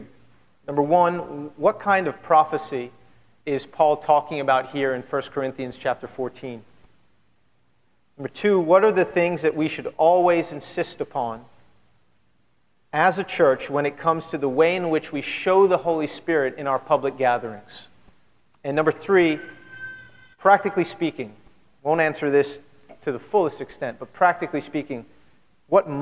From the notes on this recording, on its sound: at Redemption Hill Church on Sunday, July 4th, 2010.